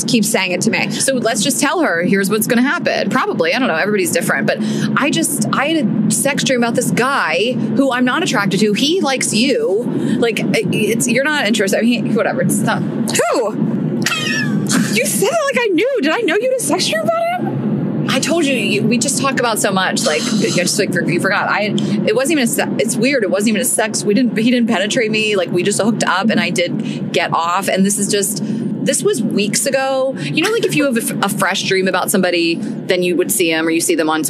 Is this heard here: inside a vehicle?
yes